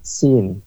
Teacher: Ya, hams dan rakhawah, dia tidak memiliki sifat tafasyi. Ya, jadi sin, ketika kita menyebutkan huruf sin itu, ya, makhrajnya di ujung lidah, kemudian hams dan rakhawah